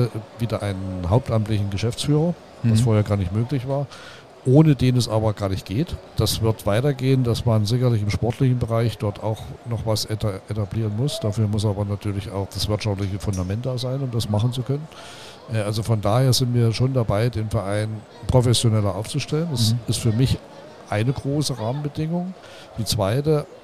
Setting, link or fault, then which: setting, busy venue